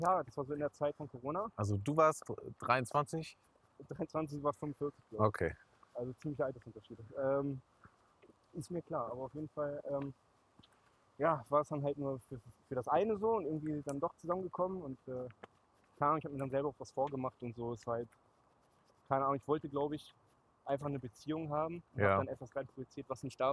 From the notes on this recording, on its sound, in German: erneut schlechtem Ton